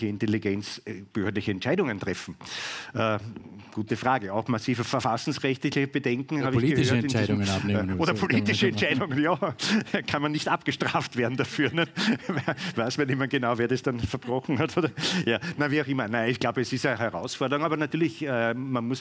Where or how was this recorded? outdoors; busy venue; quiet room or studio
busy venue